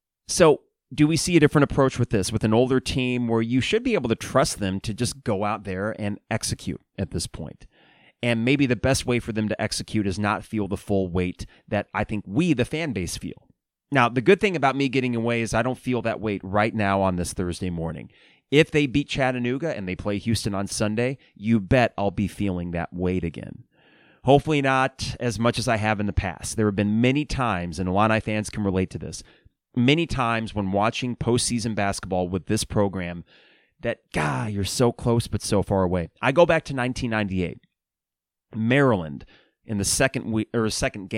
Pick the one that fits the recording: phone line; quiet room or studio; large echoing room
quiet room or studio